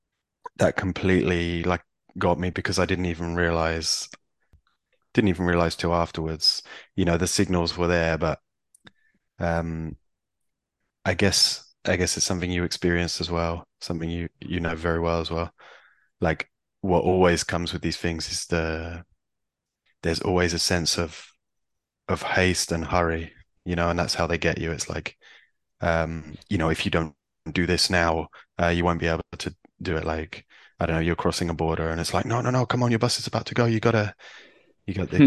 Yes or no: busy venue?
no